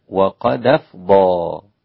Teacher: الدال هنا تحافظ على ترقيقها مع نقل حركة الهمزة إلى الساكن · Term: النقل